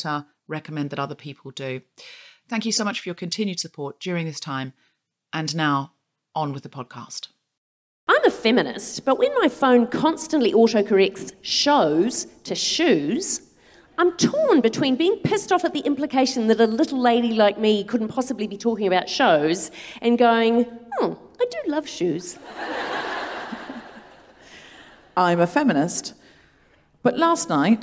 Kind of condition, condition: setting, live audience